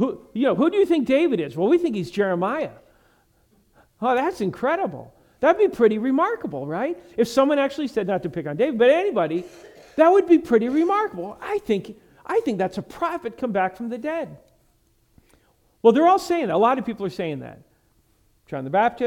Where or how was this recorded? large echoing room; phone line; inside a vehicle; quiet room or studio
large echoing room